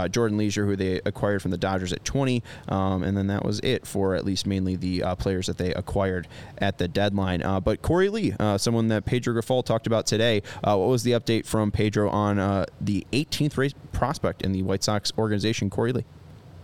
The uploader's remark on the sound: live from the ballpark